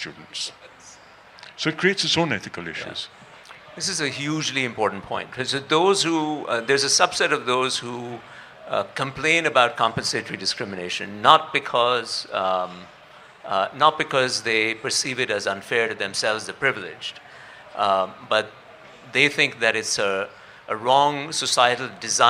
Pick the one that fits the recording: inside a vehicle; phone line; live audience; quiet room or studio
live audience